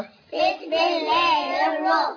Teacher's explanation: باء كسرة ب، سين سكون ب، ميم كسرة باسم كل جلالة الله باسم الله، همزة وصل تسقط وصلا نبدأ بها آ، لام شمسية مضغمة في الراء المفتوحة